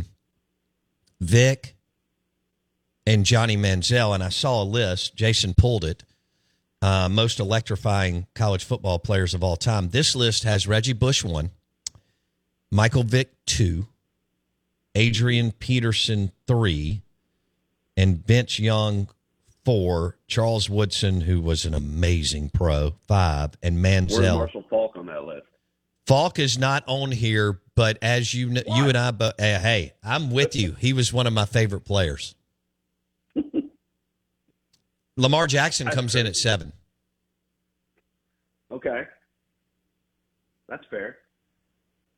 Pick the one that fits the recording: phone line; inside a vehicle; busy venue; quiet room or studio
phone line